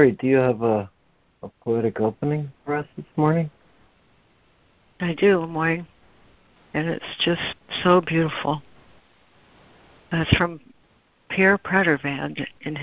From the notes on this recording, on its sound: ACIM Daily Conference Call